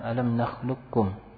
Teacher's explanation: Dan artian kita tidak membaca qaf di sini. Langsung kaf musyaddadah. · Term: idgham kamil